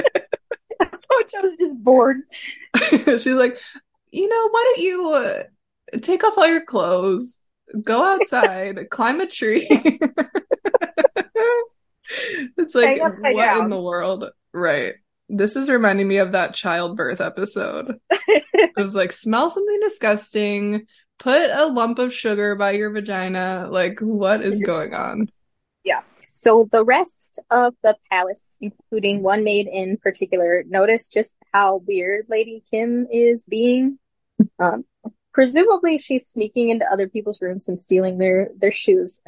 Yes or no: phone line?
no